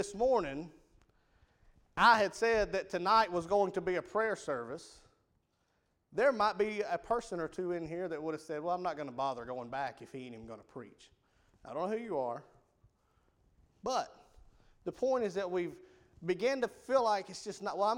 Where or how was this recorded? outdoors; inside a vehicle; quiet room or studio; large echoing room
large echoing room